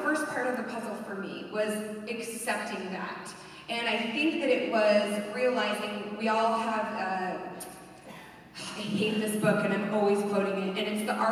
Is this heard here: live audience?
yes